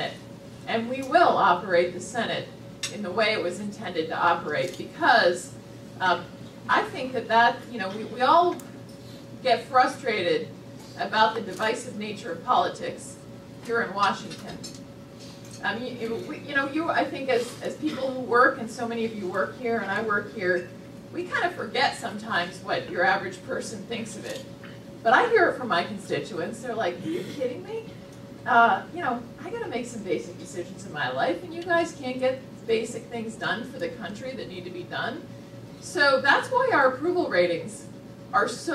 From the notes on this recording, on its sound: WASHINGTON, DC. Appeared before a breakfast meeting of The Ripon Society.